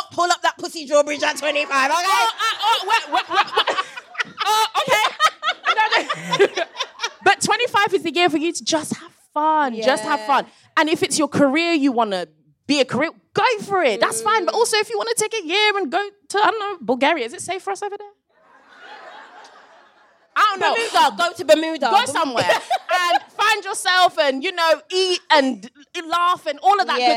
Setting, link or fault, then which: setting, live audience